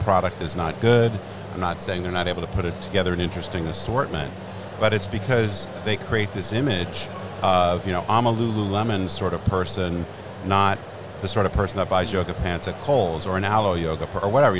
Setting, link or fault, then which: setting, busy venue